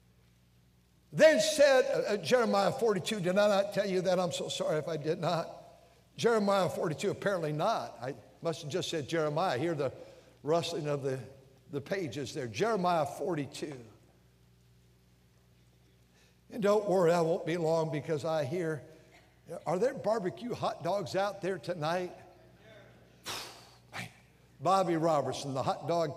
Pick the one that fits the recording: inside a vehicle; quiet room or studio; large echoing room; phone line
large echoing room